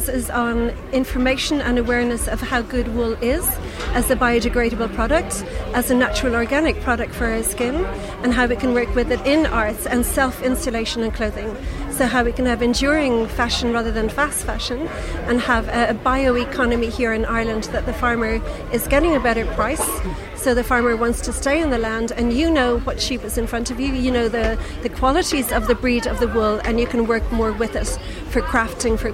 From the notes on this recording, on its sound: joined live in the sheep tent at the National Ploughing Championships